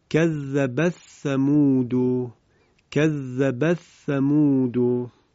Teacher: در سوره مبارکه شمس آیه 11 هم کذبت ثمود، اینجا کذبت فعل مؤنث هست، بعد از این فعل کلمه ثمودو واقع شده. در اینجا اون حرف تا تأنیث در حرف ثا کلمه ثمود ادغام می شود به این صورت کذبت ثمودو.